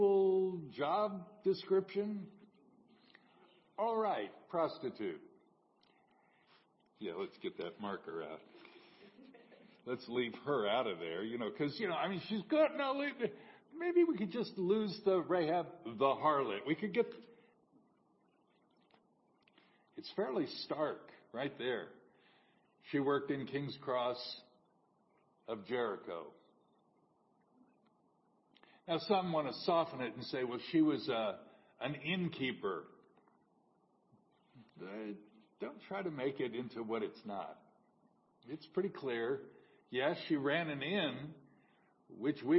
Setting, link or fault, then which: setting, large echoing room